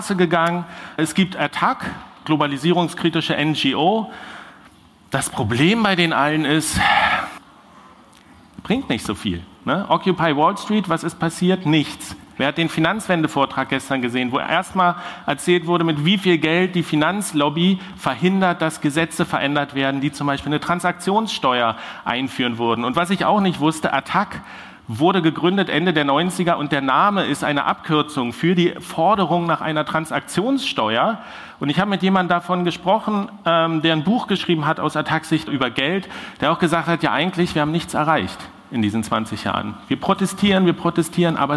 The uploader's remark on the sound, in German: In dieser zweiten Sommer-Sonderfolge gibt es den Mitschnitt meines Vortrags. Den ich Anfang Juni auf der Republica in Berlin gehalten habe. Der Vortrag wurde Audio-Only aufgezeichnet und funktioniert auch, wenn man ihn nur hört.